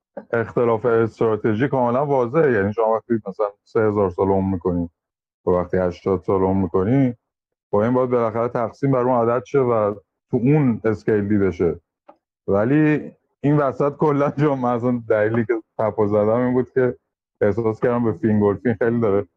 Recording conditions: video call